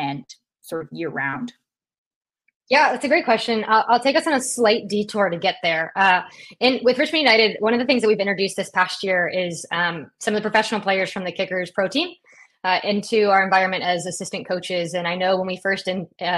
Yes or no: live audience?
no